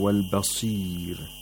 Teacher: The sod of basir is pronounced with the lowest level of tafkhim.